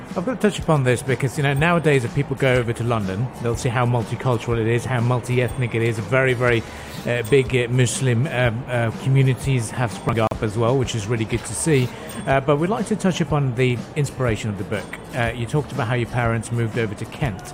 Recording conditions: busy venue